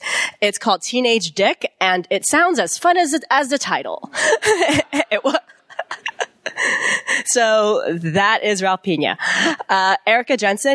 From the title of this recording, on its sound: Live at the Signature